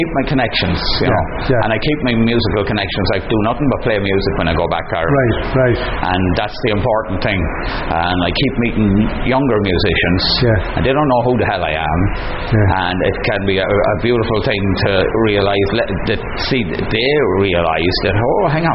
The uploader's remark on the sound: at Goderich Celtic Roots Festival